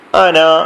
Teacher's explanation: നിർത്തുമ്പോൾ അന കുറച്ച് നീട്ടും സാധാരണ നീട്ടം രണ്ടക്ഷരത്തിന്റെ അനക്കം